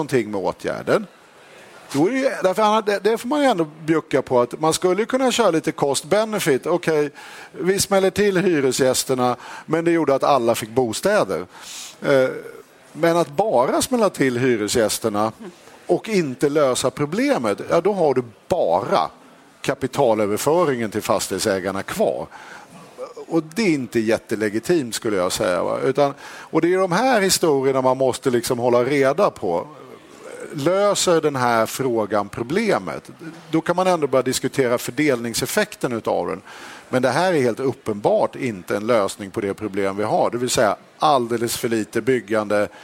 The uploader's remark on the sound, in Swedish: Detta avsnitt av Den ideologiska frågan är en livepodd från Almedalen